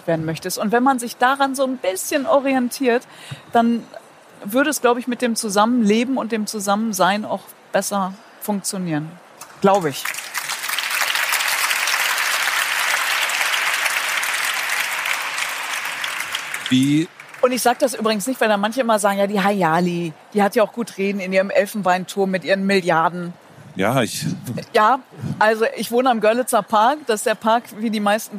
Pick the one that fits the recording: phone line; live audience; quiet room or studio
live audience